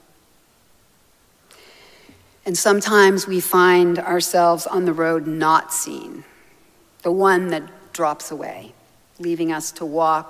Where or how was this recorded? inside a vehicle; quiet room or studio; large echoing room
large echoing room